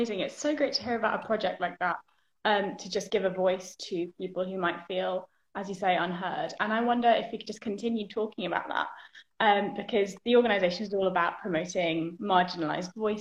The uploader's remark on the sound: live on Instagram